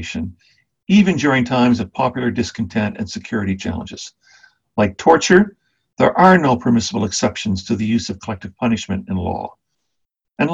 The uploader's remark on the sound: We would like to thank our friends in the Cairo Institute for Human Rights Studies (CIHRS) for permission to use to the audio of this webinar.